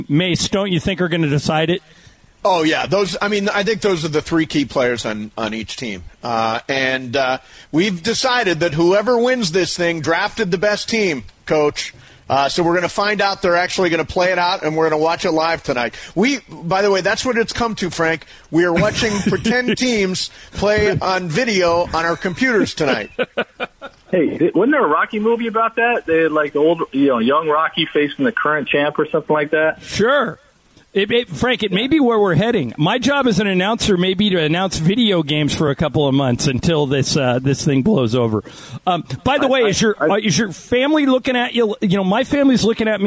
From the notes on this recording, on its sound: Called in to talk about how he's handling the quarantine.